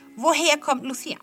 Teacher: cuando la H está entre dos vocales, ¿vale? Esa H, woher, ¿veis? Se produce como una J. · Term: Sonido J